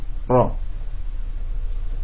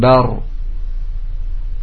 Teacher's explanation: ketika antum menyebutkan huruf ro, maka ujung lidah bergetar, ro. Apalagi ketika disukun, bar. · Term: takrir